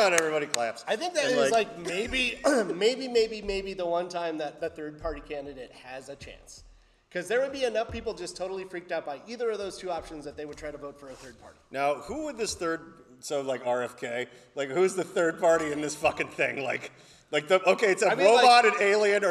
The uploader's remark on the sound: We recorded this in a live theater